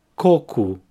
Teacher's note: the emphasis is in the first syllable, coco, and the O at the end has an U sound, ku.